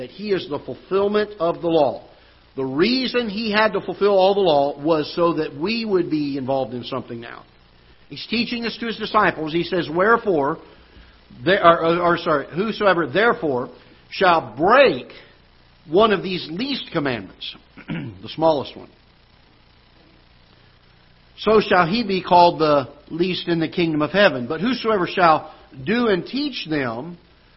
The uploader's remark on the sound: Ketha Heights Baptist Church ~ Live Broadcast.